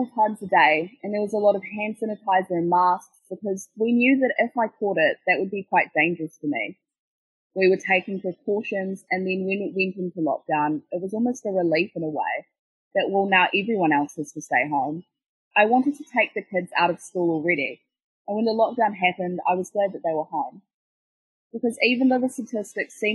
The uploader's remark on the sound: Her story is voiced by a student from the New Zealand Broadcasting School at Ara. This recoding was made over zoom during the current Covid-19 Delta Lockdown.